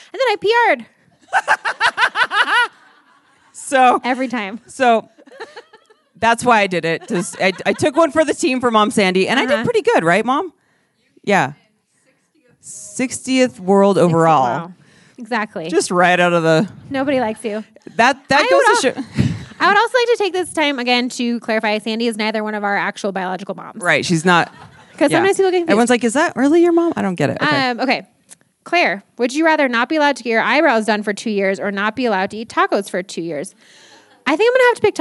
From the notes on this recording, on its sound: This episode was a blast to record in front of a live audience at The Alamo Drafthouse in Denver.